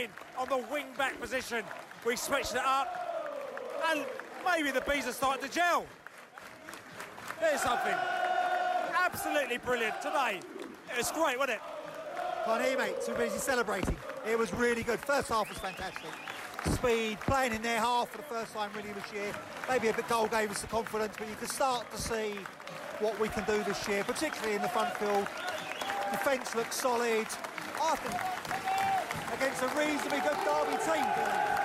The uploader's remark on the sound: Post-match podcast from the pub.